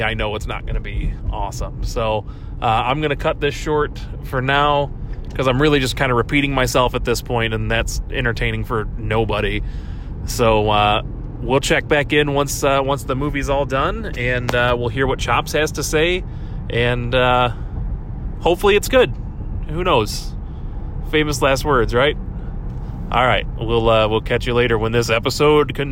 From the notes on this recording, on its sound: car so the audio isn’t top notch, but it isn’t too obnoxious to listen to.